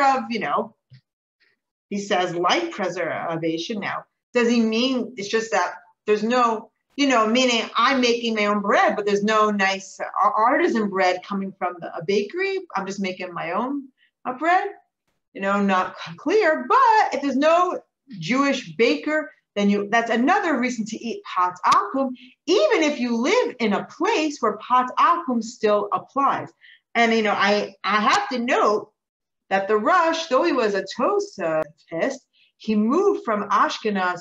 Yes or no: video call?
yes